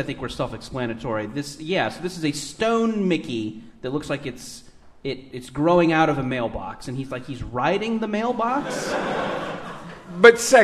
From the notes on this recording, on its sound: Live in London. Live from the London Podcast Festival in London.